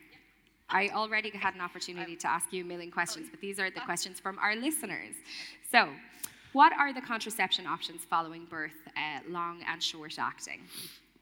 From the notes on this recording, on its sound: In the Rotunda Hospital for a live podcast.